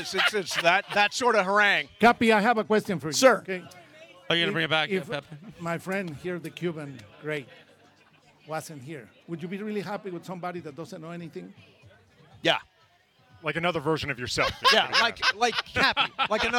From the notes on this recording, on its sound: LIVE from the West Covina Sportsplex